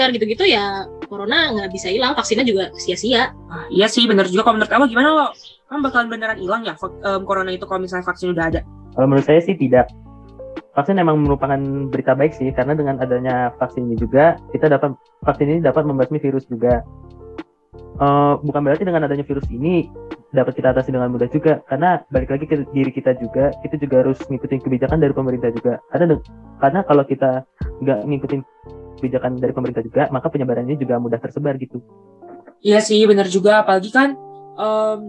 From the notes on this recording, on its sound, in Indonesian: Podcast dibuat dengan menggunakan aplikasi video meet ZOOM dan di edit dengan menggunakan aplikasi InShot.